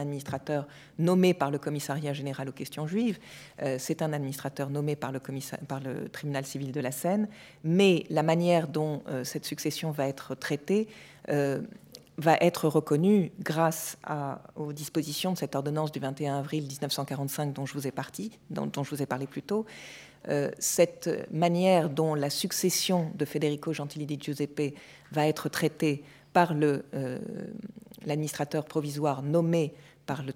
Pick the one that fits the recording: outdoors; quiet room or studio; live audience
live audience